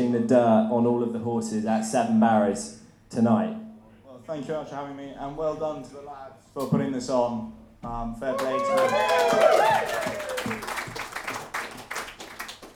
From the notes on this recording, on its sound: the recording from our much-anticipated Cheltenham Preview live event